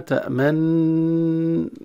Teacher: كل القراء ما عدا واحد فيهم يدغم النون الأول في الثاني، لكن أثر الضمة، أثر وليس ضمة، أثر الضمة يظهرها في الوسط. يعني يجيب الغنة تأمن، ها أوكي هكذا، ويضم شفتين في الوسط، سواء أمام الناس أو حتى هو يقرأ، حتى هو بنفس الحال منفرد عليه أن يأتي بهذه، لأن هذه أمانة.